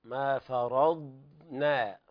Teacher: الضاد ليست فيها قلقلة